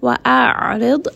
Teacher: ayn is going to be from the middle of the throat. And it has tawassut, so roll it around in the throat a little bit.